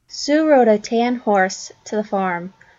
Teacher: One thing is that she dropped her R in some of the words that had an R, and that's what we'd expect for Rhode Island because it's on the eastern side.